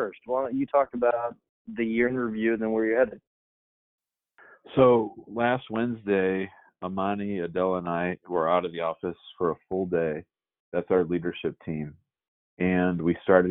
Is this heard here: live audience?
no